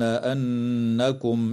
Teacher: وتغن النون المشددة في كلمة أنكم